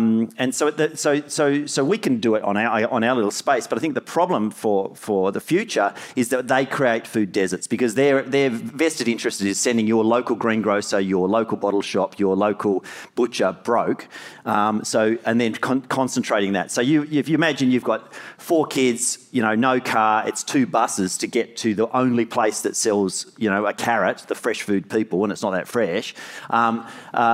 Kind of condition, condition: setting, live audience